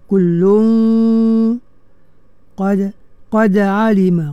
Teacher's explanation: Kullun, تنوين مجموع من قاف حروف apa nama ikhfa ya, dan qaf pula sifat dia isti'la ya, isti'la kena tebalkan